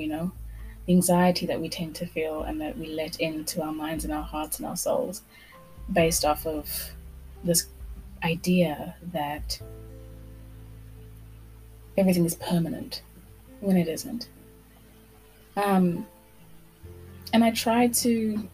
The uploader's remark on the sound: Somewhat poorly recorded.